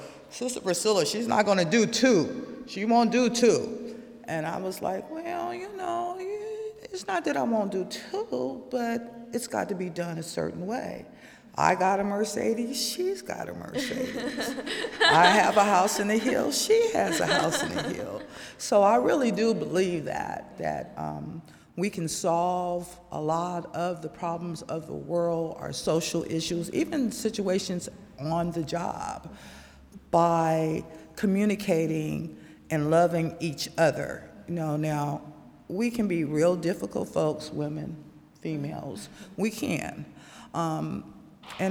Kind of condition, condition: setting, live audience